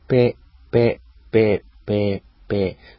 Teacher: そんなに空気を溜めずに、唇を破裂させながら、その破裂というよりは、半分ぐらいはこう、唇と唇が離れる音。ペ、ペ、ペ、ペ、ペ、こういう音になるんですね。で、ところが、英語の P はちょっと違うのは、大気音というんですけど、気を帯びる音。つまり、あらかじめかなり、空気を、溜めておいて、その空気がまず漏れて、ペーッ、ペーッ、で、行くんですね。だから、なんちゅうかな、空気の使い方が実は違うんですね。ペーッ。で、先に唇を破裂させといて、で、後から、母音がついてくるような。だからスローモーションで言うと、プヘーッとなるのかな。なんかそこがどうも違うらしいですよ。だから、日本語のパピプペポっていうのは、空気を溜めずにも、唇が離れたらもう母音が鳴ってるぐらいのタイミングで、ニチャニチャしてるんですよね。ペタペタニチャニチャしてるんですよ。で、まあ、それがもっと甚だしいのは多分、ちっちゃい子のパピプペ · Term: 日本語の P っていうのは